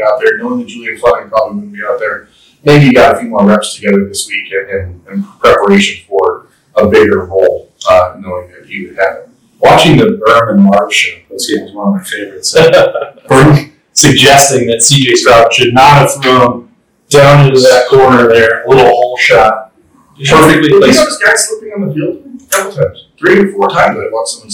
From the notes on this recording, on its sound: Apologies for the audio challenges, a key piece of equipment malfunctioned and was not immediately replaceable.